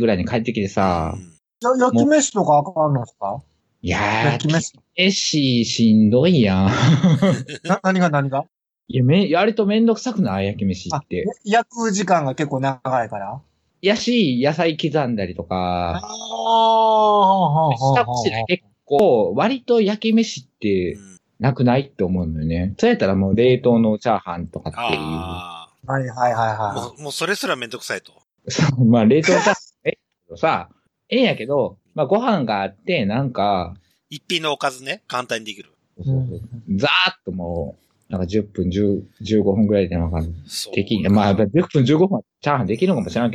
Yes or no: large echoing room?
no